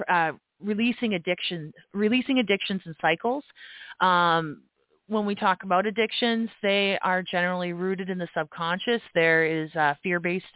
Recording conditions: phone line